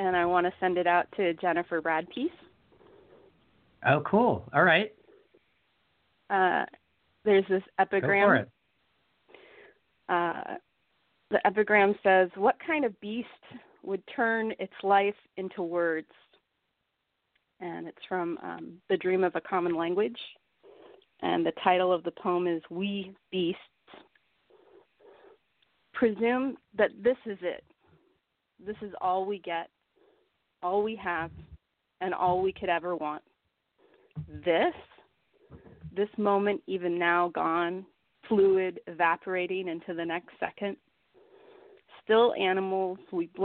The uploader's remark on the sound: Thanks to poets from Springfield, MO, Grenwhich, CT, Pittsburgh, PA, Los Olivos, CA, Redondo Beach, CA, and Birmingham, AL for calling in and sharing their poetry on this edition of Poetry Super Highway Live.